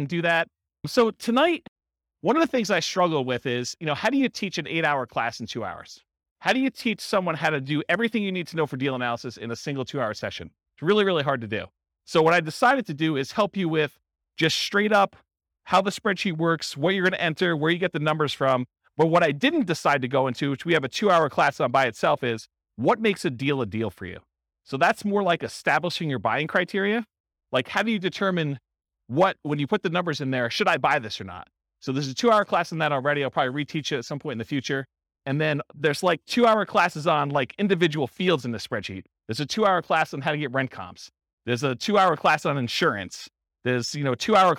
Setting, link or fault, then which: setting, live audience